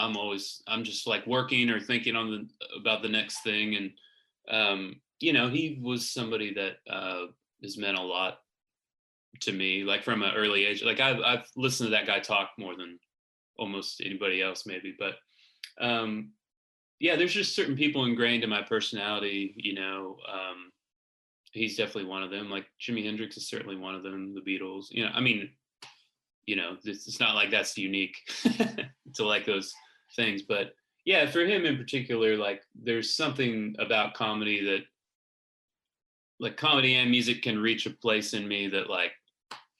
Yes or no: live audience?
no